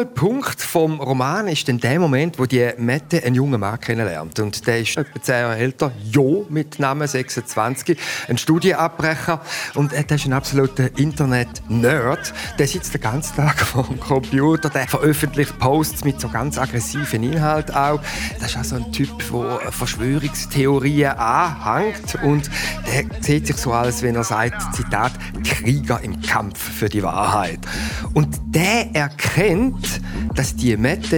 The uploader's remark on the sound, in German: Diese an den Solothurner Literaturtagen aufgezeichnete «Zwei mit Buch»-Episode. Besucher der Solothurner Literaturtage.